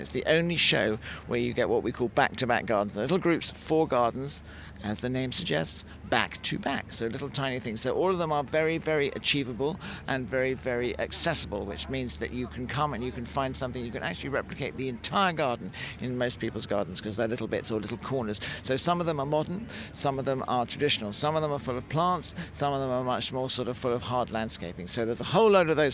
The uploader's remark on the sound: This week we're at the RHS Flower Show Tatton Park in Cheshire, revelling in this floral extravaganza in the glorious Cheshire countryside.